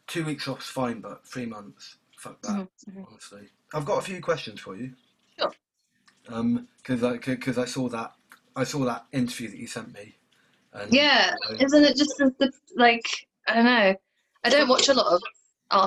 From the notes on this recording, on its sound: It was the first time I used Zoom to record the interview so that was really exciting and easy to use.